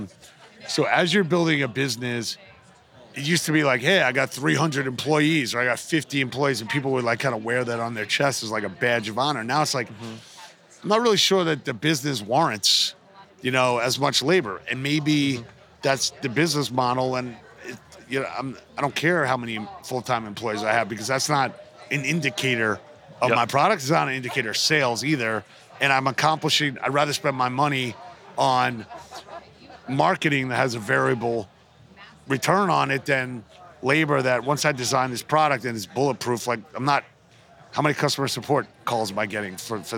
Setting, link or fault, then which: setting, busy venue